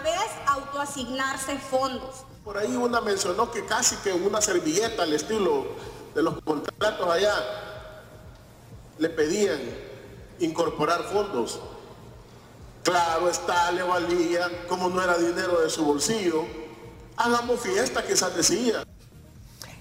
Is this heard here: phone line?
no